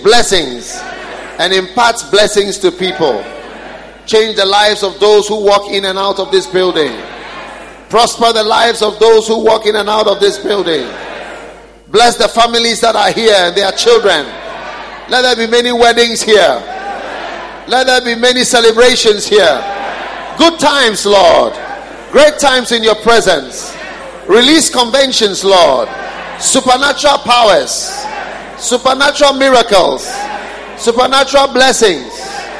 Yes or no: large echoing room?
yes